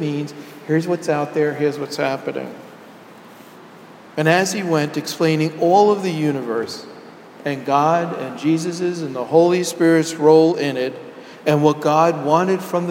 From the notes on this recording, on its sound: Sermon delivered at Jan Hus Presbyterian Church and Neighborhood House